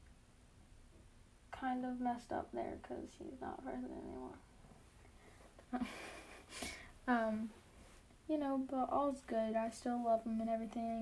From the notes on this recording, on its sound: I go from holding the phone in my room to walking outside with the phone really close to my mouse to like passing it back-and-forth between me and my brother so the volume kind of fluctuates.